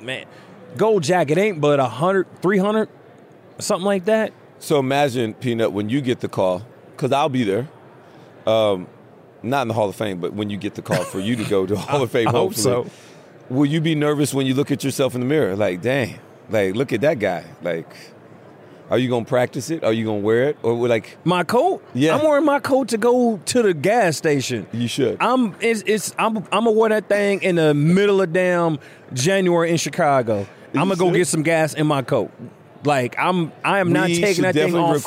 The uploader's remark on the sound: live from radio row for Super Bowl LVII